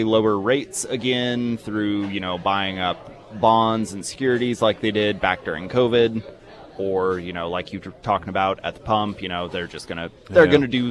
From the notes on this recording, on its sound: live at Scramblers Diner.